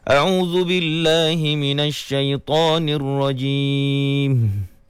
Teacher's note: Namun begitu, Ustaz perasan pada peringkat awalnya tu, a'udzu billahi minasyaitonir rajim, ya, mim yang dimatikan pada ar-rajim dengung, ya, tetapi tadi perasan macam di akhir hujung mim tersebut ada angin yang keluar dari hidung